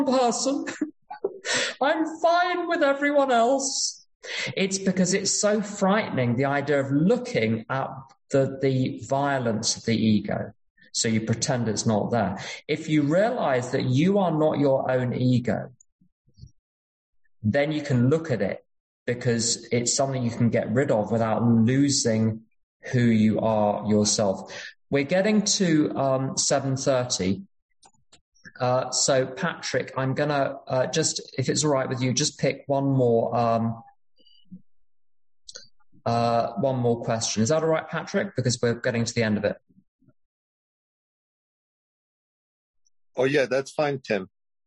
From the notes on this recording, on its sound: at an unknown zoom meeting held in July of 2022